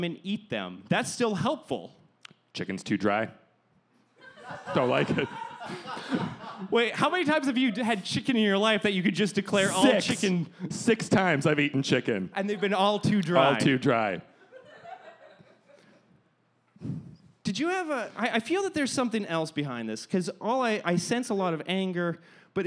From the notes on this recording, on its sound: LIVE at ThunderProv! Recorded in front of a live audience.